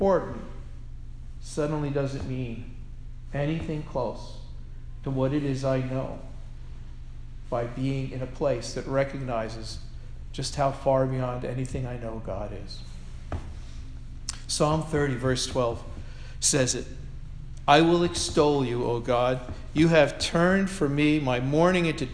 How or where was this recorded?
large echoing room